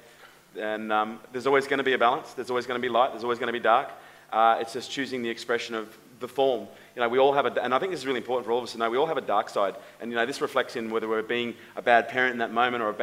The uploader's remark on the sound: LIVE AUDIENCE